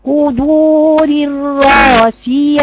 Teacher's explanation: اكسر الاول الراء براحتها يبقى رقيقة، وبعد كده افتحي صوت الراء لفوق